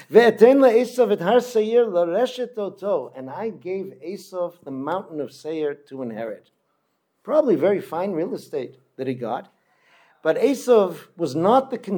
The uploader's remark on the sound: Delivered at Kehilat Ayelet HaShachar in Modiin